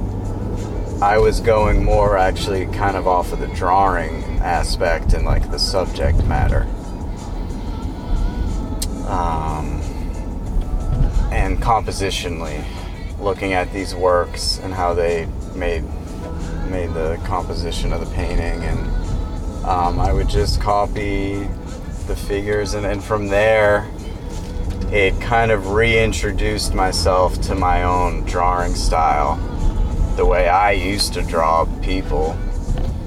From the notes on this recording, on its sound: It's really nice out so I take the show on the road, driving up the North Shore of Massachusetts.